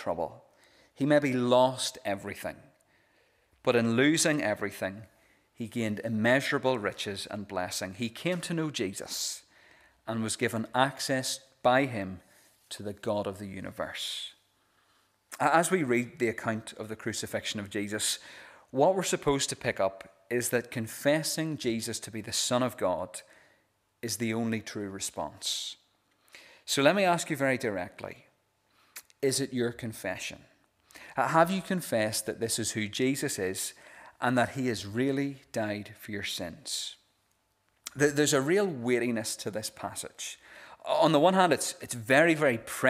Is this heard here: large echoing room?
yes